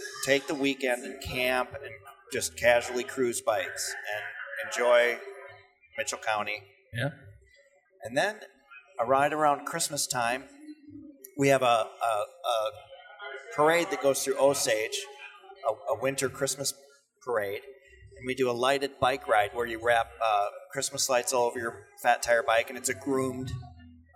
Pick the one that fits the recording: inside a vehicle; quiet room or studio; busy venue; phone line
busy venue